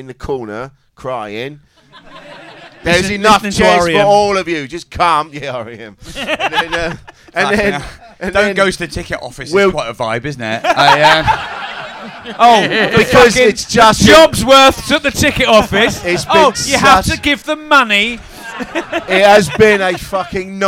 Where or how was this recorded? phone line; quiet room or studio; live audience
live audience